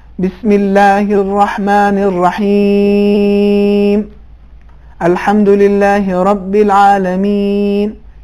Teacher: मसलन खुद सूरह हम में जो आयते हैं आखिर में बिस्मिल्लाहिर्रहमानिर्रहीम अल्हम्दुलिल्लाहि रब्बिल आलमीन, ये जो आखिर में हम खींच रहे हैं ये मद मद आरजी है जिसमें कारी को अख्तियार है